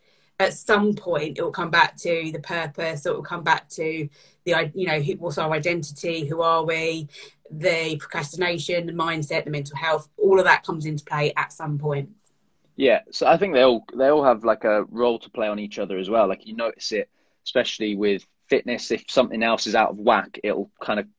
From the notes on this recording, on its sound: I am sharing an Instagram Live